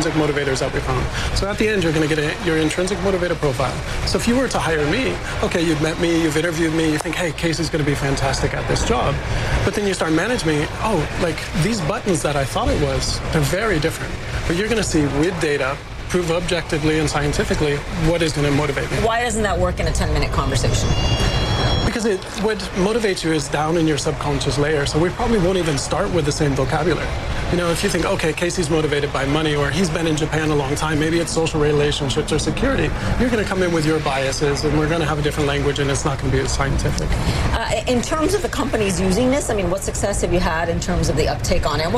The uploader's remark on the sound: live from the New York Stock Exchange